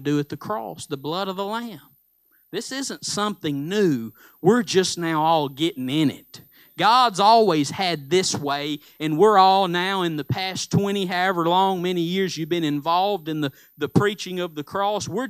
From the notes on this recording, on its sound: Live Sunday Morning Service